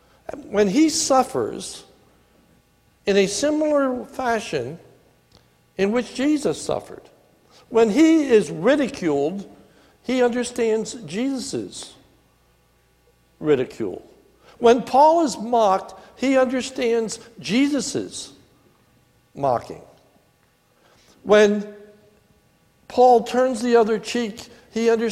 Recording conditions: large echoing room